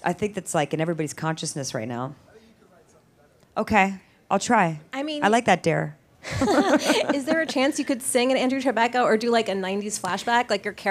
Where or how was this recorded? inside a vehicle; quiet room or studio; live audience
live audience